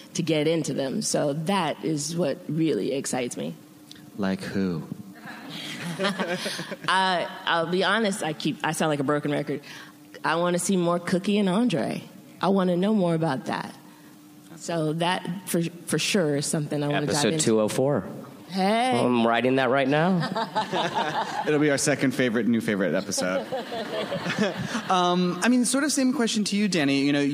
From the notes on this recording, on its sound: Recorded at ATX Television Fest in June 2015.